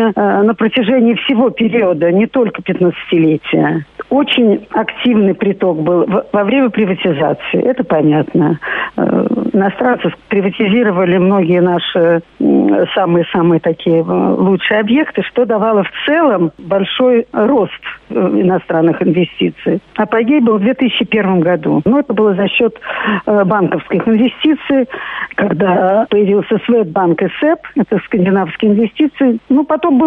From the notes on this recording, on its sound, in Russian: по телефону